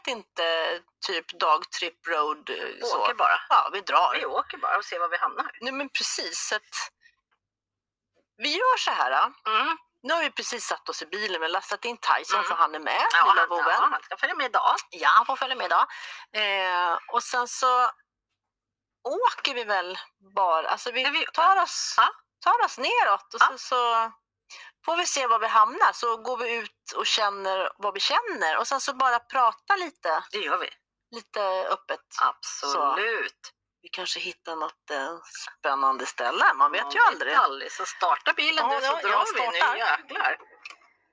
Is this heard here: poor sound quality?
yes